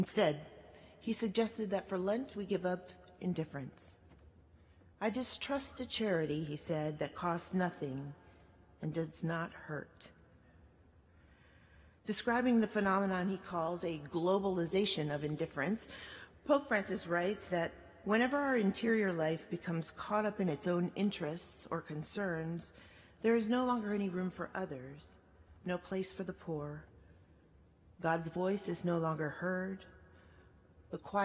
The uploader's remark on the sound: At Duke Chapel on March 3, 2019.